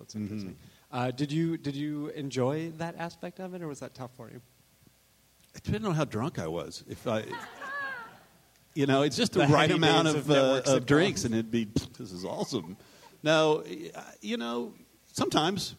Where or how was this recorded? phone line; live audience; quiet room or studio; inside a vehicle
live audience